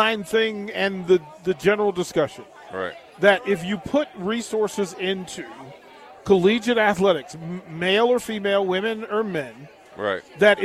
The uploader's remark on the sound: LIVE from Berry's (Volleyball Day In Nebraska).